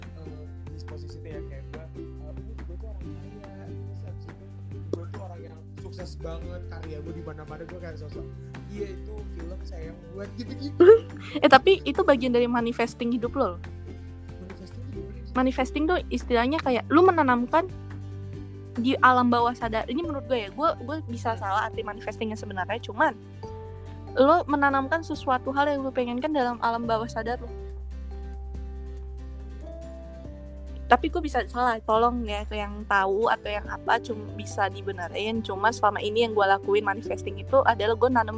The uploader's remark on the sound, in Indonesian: Maaf apabila suara gw yang sangat kecil karna kerusakan pada mic yang baru gw sadari